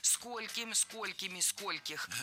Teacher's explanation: В слове «сколько» во всех формах ударение ставим на первый слог.